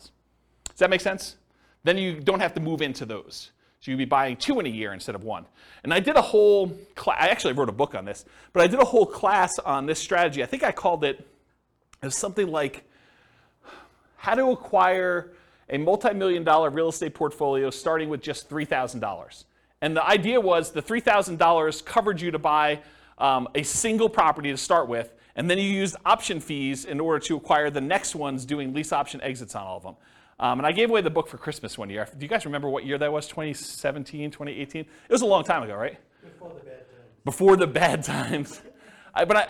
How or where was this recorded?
live audience